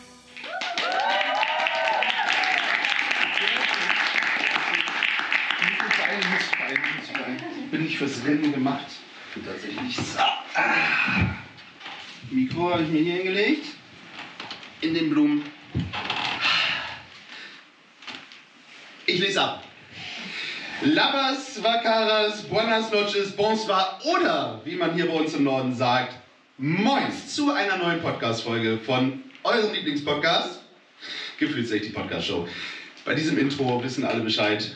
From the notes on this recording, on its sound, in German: Beim Cross Media Festival des Jugendrotkreuzes Niedersachsen zu Gast sind! Im Haus des Jugendrotkreuzes in Einbeck. In der stimmungsvollen Blockhütte einen Live Podcast vor tollen JugendrotkreuzlerInnen aufnehmen. Wir bitten die Tonaufnahme zu entschuldigen.